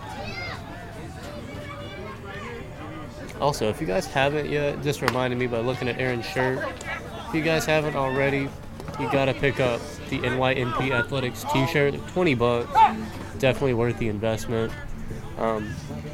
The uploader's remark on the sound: live from the dugout during the softball game